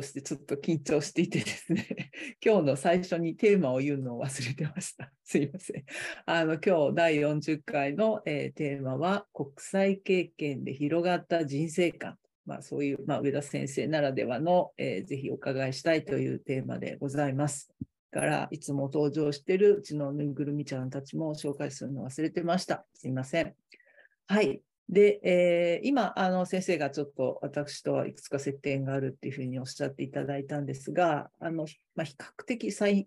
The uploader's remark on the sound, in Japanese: 収録場所： オンライン (Zoom)。